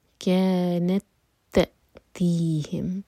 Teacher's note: تا او تا کے ادغام، تو دو تا کا ساؤنڈ نہیں آئے گا، ایک تا کا آئے گا اسٹرانگ